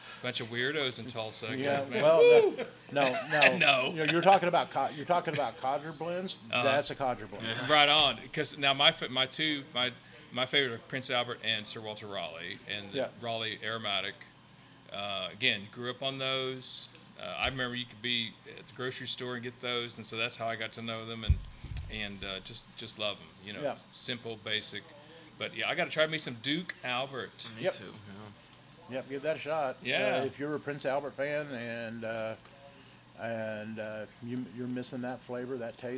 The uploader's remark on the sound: Live from the Tobacco Pouch in Tulsa, OK. Our 1st live recording from a cigar shop.